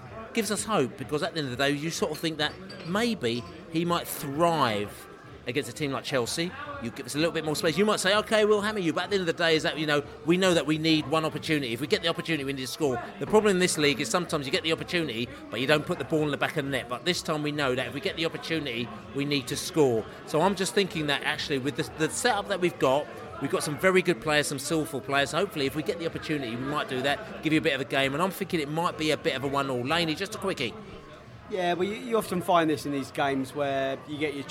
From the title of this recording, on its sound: Chelsea pre-match podcast from the pub